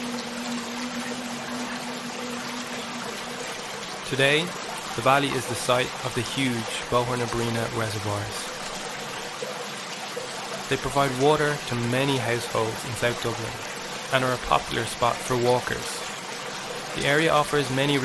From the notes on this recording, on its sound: River Dodder Soundwalk. A soundwalk of the River Dodder in South Dublin.